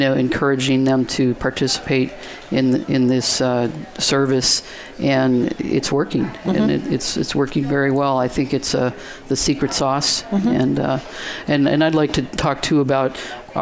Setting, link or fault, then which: setting, busy venue